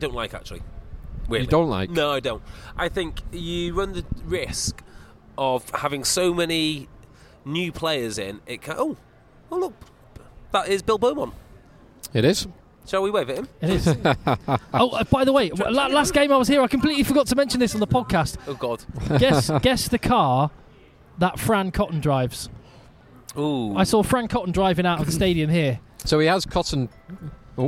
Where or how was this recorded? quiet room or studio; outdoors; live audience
outdoors